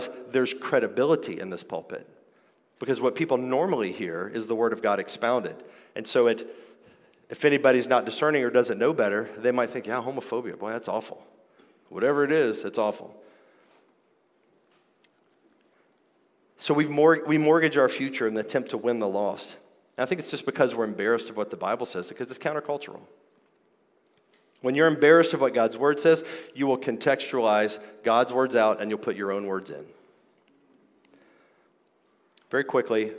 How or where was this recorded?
live audience